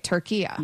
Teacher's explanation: It's a short A at the end, not the long A.